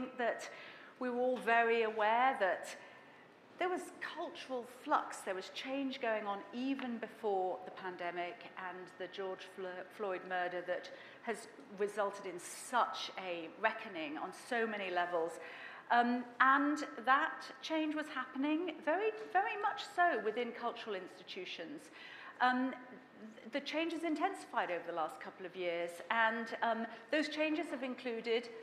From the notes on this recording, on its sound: This Zócalo/Helms Bakery District event was streamed live from Helms Design Center on September 29, 2021